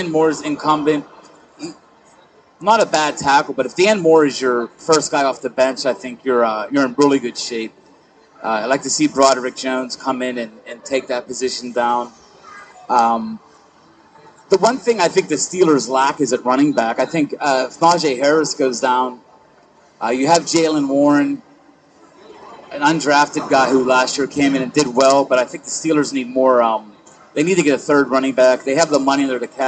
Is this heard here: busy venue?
yes